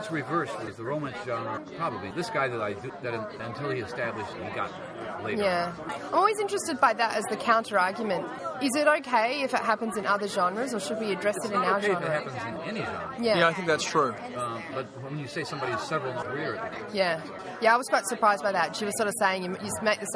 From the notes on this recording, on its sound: Live from the Locus/Twelfth Planet Press in the World Fantasy Convention 2010 dealer's room. The sound quality may be affected by the venue, along with random background announcements.